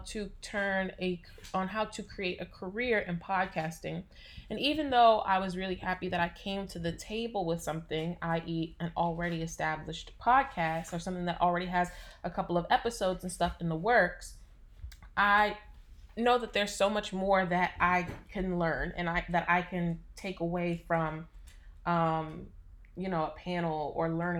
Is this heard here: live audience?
no